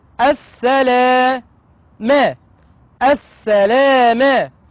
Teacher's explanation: لام شمسية مضغمة في السين المفتوحة